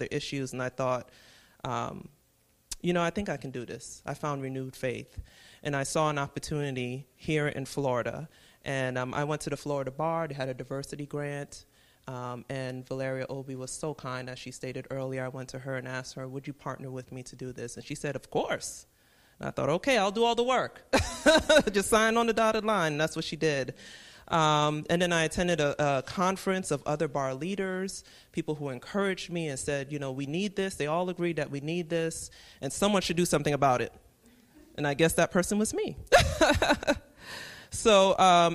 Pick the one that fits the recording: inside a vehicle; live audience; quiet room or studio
live audience